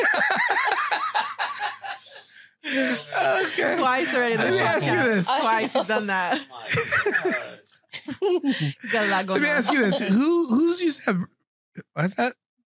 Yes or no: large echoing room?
no